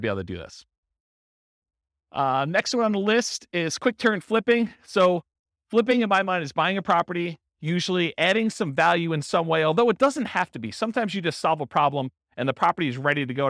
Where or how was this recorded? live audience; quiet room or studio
live audience